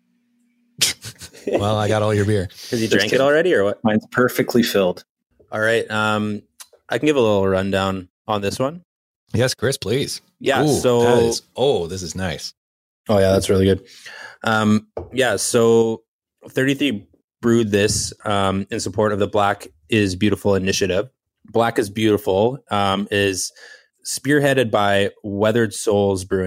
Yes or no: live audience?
no